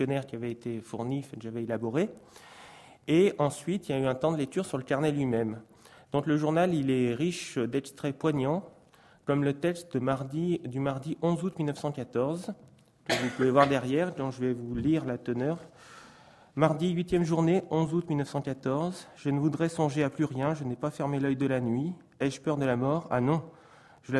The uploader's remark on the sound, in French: Intervention enregistrée le 26 avril 2015 dans le cadre du colloque : « Le conservateur du patrimoine : acteur de l’Éducation artistique et culturelle - 2ème édition ».